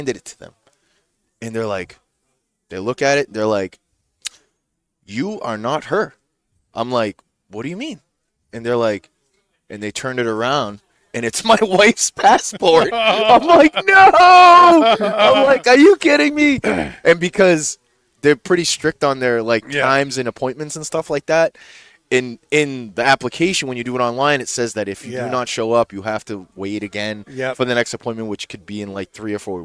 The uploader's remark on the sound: Recorded live from the 7-20-4 Lounge!